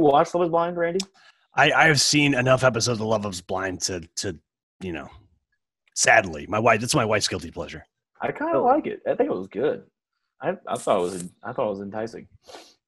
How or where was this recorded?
video call